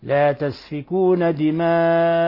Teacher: ولهذا قال الإمام ابن الجزري رحمه الله: تتبعت المد المتصل فلم أرى أحد قصره، لا في رواية صحيحة ولا شاذة. لهذا هنا مد متصل، حرف المد اتصلت به الهمزة في نفس الكلمة